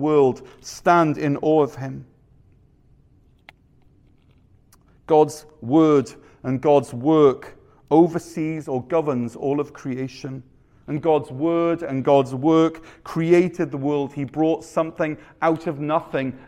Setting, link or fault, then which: setting, large echoing room